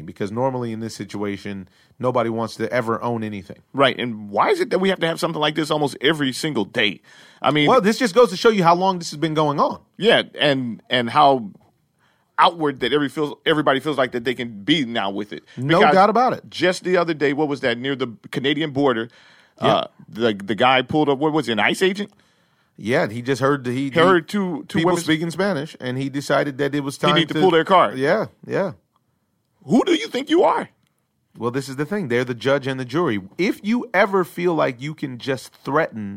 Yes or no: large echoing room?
no